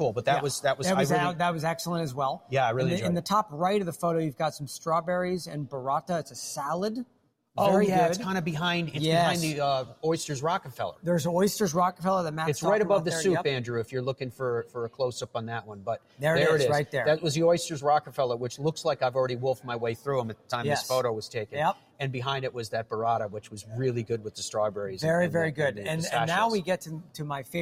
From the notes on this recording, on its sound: LIVE from French Lick Resort in Indiana. French Lick's Pete Dye Course is host to the Big Ten Men's Golf Championship this weekend.